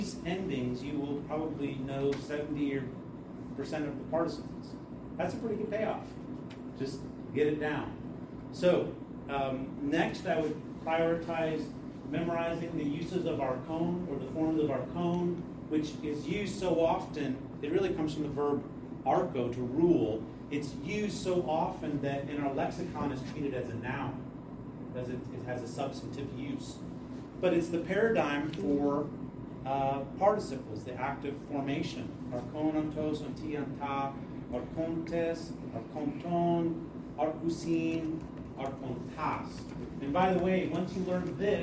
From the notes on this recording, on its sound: presentation at the "Greek and Hebrew for Life" conference in Louisville, KY (2023)